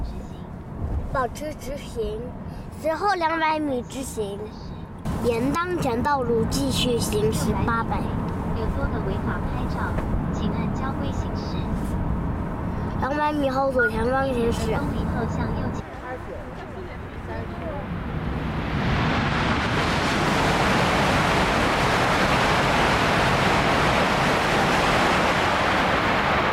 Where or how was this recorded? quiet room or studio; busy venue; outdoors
outdoors